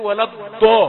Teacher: والناحيه الثانيه يقول ولا الضال، يجيبها دال ويفخمها